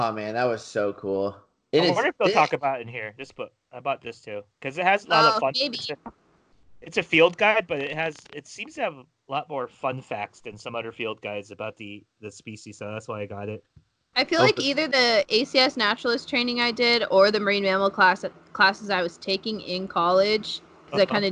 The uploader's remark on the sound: we were successful with recording via skype